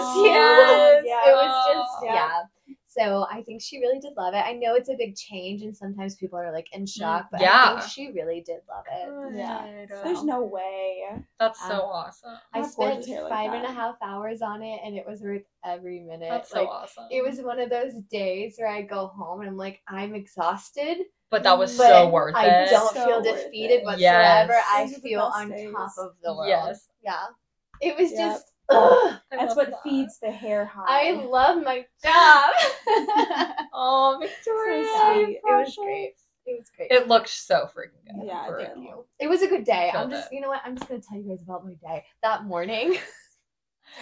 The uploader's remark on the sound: Sorry for the spotty audio, we are working on getting better mics soon!